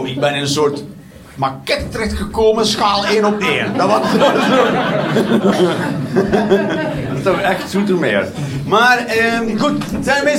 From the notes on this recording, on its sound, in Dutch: Live 29 maart 2023, Club Haug, Rotterdam